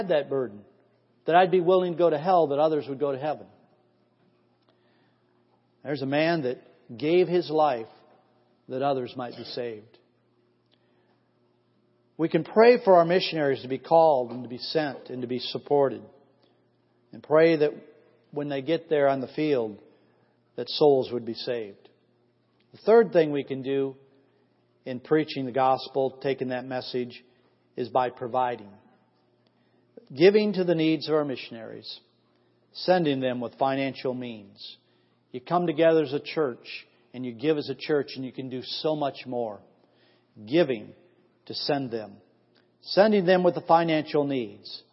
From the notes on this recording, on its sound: Missions Conference 2014 Sunday AM Service